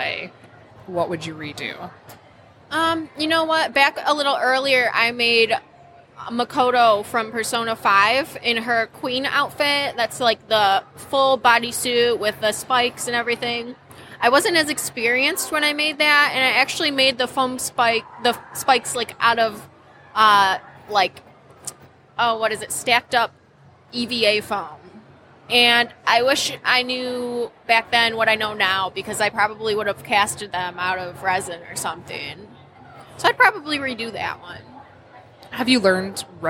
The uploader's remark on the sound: Live at LTU Expo